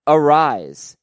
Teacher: He pronounces it Arise, no S sound on the end like Luis Arias.